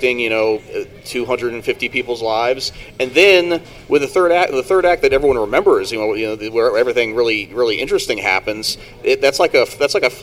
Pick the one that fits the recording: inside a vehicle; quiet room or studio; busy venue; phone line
busy venue